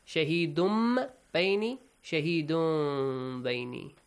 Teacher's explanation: Iqlab. You change the tanween sound into a meme sound.